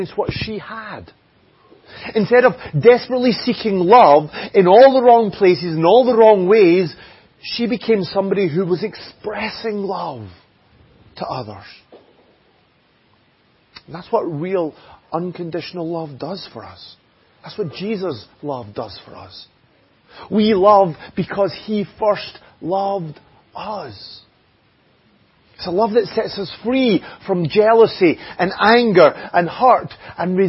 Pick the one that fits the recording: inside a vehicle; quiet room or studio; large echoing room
large echoing room